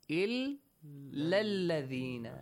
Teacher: hamzatul wasl skipped. Short vowel will be pronounced. No long vowel